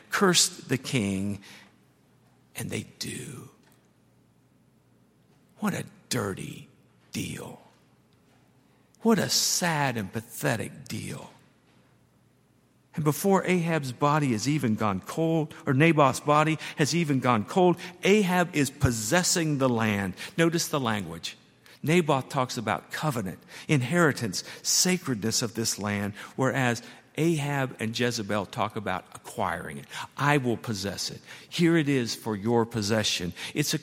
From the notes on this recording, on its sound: at Highland Baptist Church